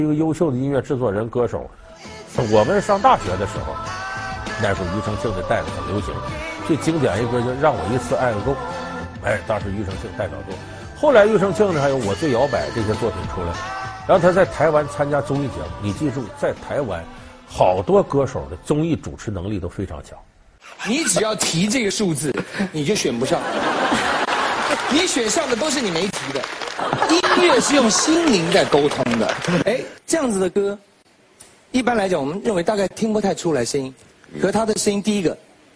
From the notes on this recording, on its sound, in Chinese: 還有聽故事的觀眾。